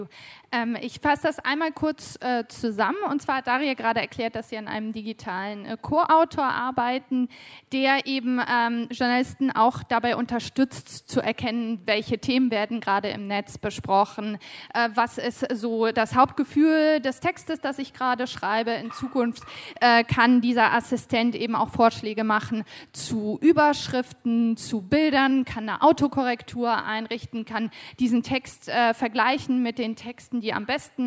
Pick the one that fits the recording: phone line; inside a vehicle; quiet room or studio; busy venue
busy venue